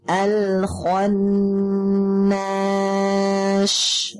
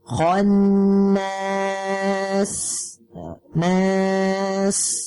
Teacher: ingat sin ini mempunyai sifat safir yang tajam. Ya, dia itu tajam karena akibat apa? Keluarnya udara dari celah-celah gigi kita. · Shown in: second take